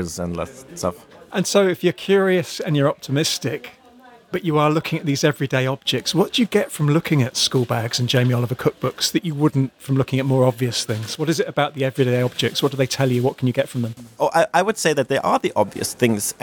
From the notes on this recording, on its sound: this interview took place at the 2023 NERA conference in Oslo